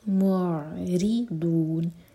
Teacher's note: عین ساکن پر تھوڑا ٹائم دیں تاکہ چھٹکا نہ ہو. معرضون، ری باریک اور ضاد ہیوی.